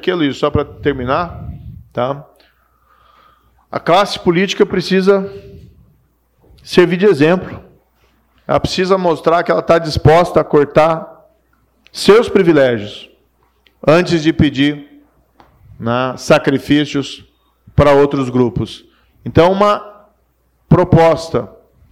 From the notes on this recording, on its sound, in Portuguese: Diante de uma plateia de empresários, altos executivos e investidores